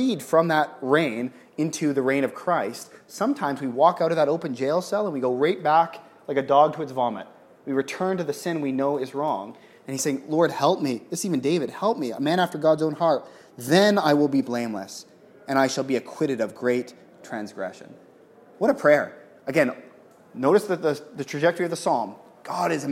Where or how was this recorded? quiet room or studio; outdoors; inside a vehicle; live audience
live audience